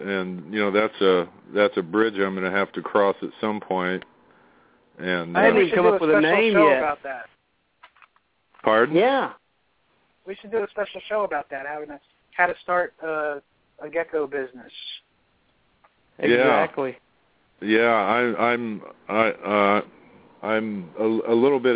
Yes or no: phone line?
yes